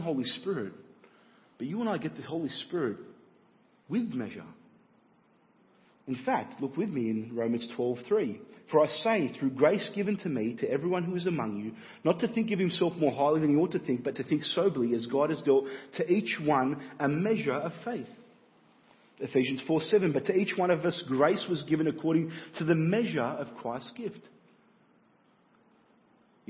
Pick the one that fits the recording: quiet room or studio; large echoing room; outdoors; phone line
large echoing room